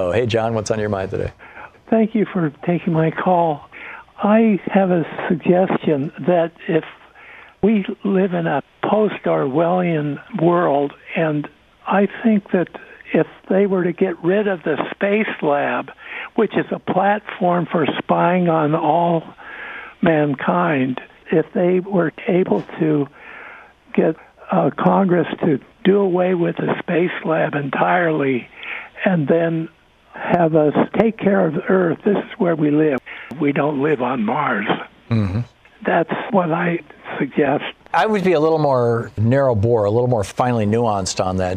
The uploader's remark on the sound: Listeners call in with their often life and death experiences.